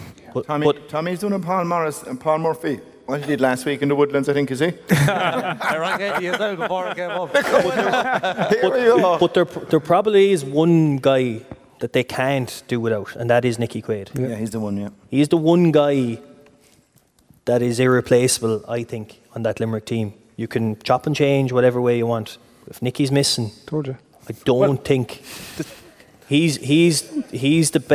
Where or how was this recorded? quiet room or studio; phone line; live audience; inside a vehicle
live audience